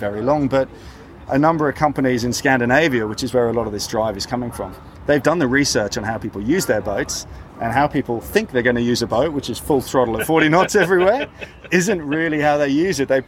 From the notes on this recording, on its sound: recorded at the Sydney Boat Show